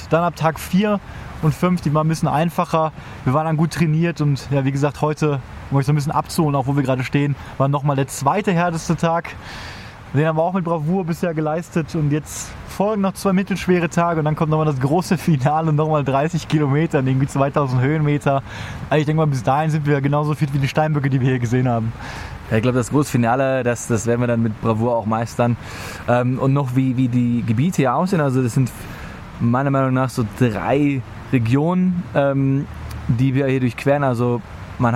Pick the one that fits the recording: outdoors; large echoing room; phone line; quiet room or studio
outdoors